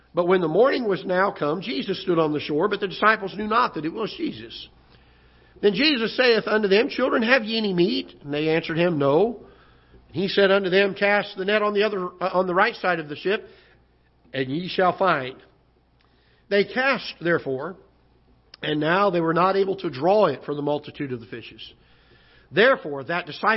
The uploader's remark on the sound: Ketha Heights Baptist Church ~ Live Broadcast